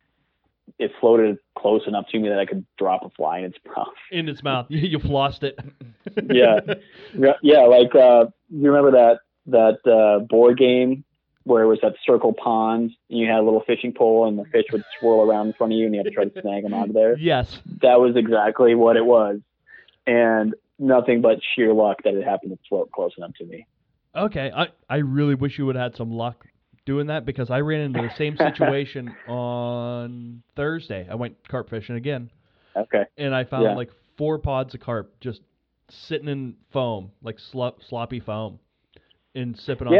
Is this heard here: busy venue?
no